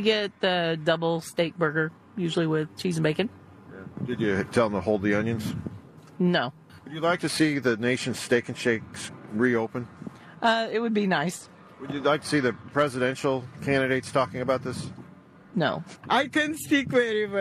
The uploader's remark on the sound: talks to people on the parking lot outside a closed Steak 'n Shake